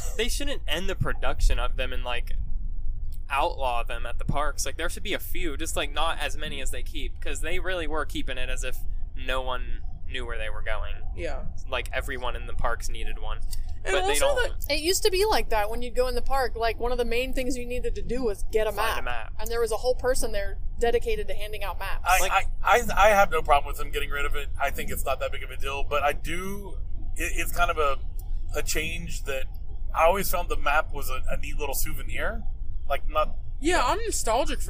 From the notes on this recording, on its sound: Live From the Road. This week we're discussing some recent park news and pipe dreaming a bit, live from the Tesla.